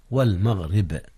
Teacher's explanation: رققت الراء لانكسارها والباء فيها قلقلة